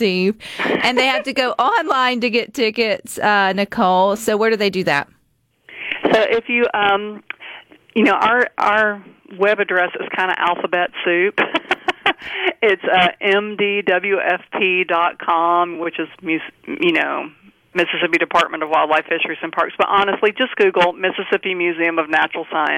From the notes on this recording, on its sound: joins the conversation by phone